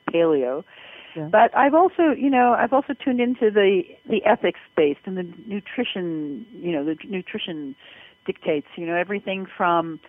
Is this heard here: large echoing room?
no